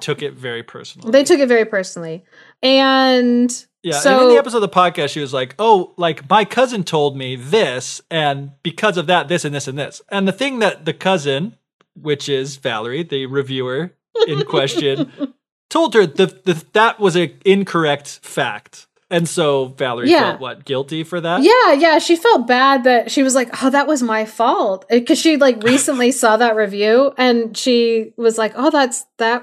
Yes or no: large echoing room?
no